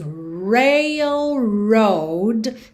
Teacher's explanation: Então, o começo aí das duas sílabas, né? O começo de rail e o começo de road tem o R enrolado. Para além disso, a gente tem um L aqui no meio dela.